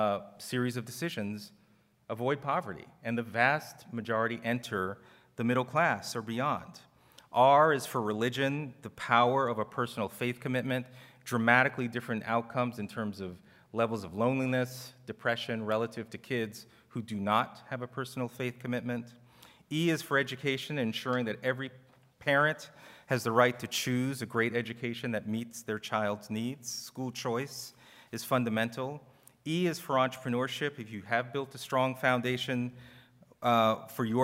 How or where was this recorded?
live audience